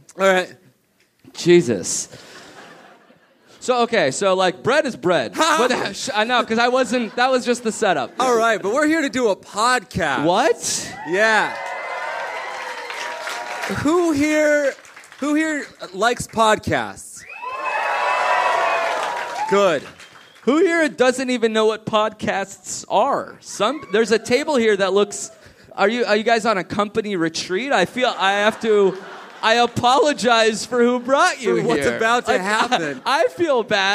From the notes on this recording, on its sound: A call from a friend. All live at the Irvine Improv in Irvine, CA!